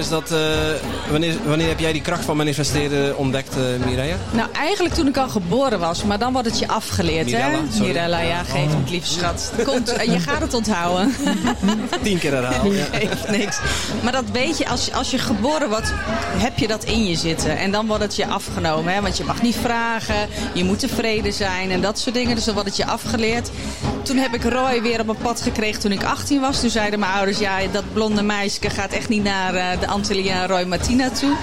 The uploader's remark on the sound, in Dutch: Verhalen van de bezoekers op het Magical Zen Festival.